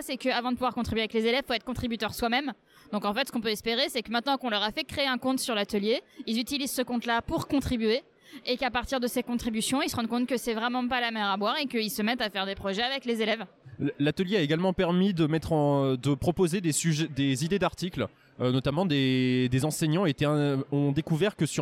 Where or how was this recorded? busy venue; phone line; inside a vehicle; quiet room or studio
busy venue